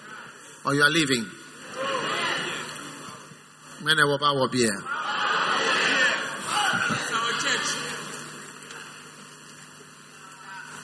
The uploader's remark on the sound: Preached at the third launch of the 100 Million Souls Campaign.